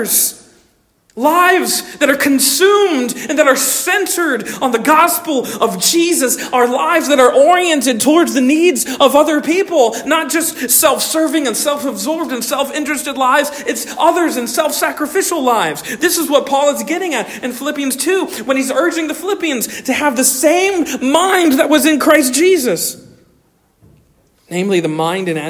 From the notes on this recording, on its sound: Originally delivered on 14 January 2024 at Stonington Baptist Church, Paxinos, PA. At Stonington Baptist Church, Paxinos, PA.